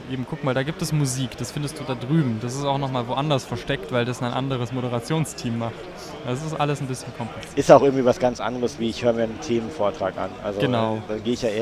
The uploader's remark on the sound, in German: Interview auf der Gulasch Programmiernacht in Karlsruhe 2023. Über die GPN21 im ZKM in Karlsruhe.